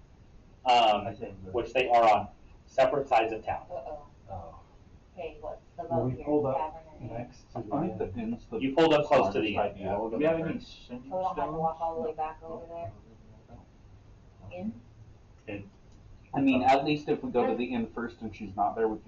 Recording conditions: poor sound quality